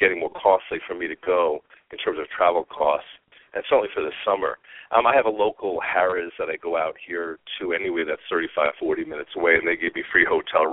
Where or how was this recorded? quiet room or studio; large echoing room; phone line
phone line